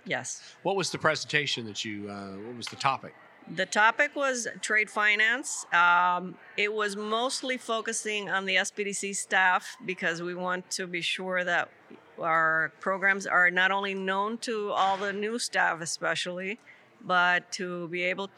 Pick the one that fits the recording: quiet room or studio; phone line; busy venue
busy venue